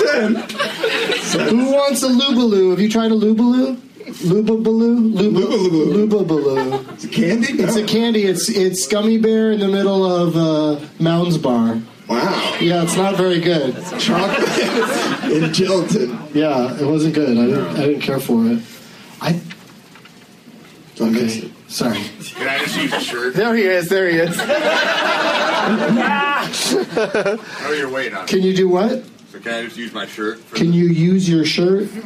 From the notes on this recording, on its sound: against audience members at the Ann Arbor Comedy Showcase